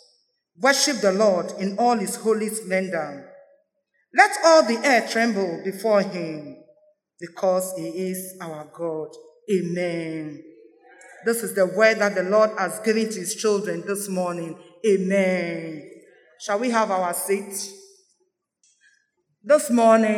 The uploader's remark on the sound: Sermon preached at CBC Shiashie Campus